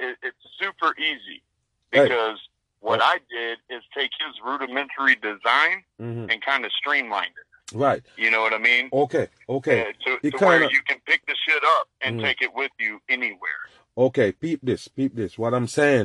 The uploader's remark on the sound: FIRST CALL IN EPISODE